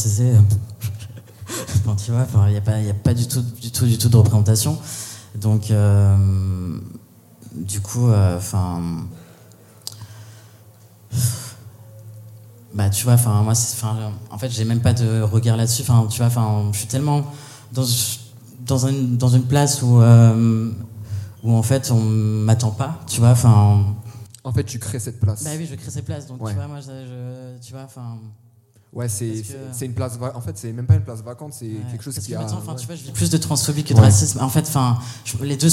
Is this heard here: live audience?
yes